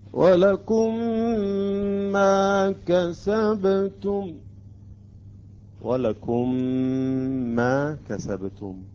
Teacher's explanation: أيضا ميمين أدغمت أصبحت ميم مشددة مع الغنة